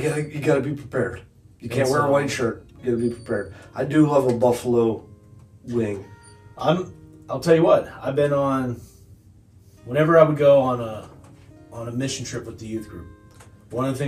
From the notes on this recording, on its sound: We recorded this a while ago so there are some sound issues.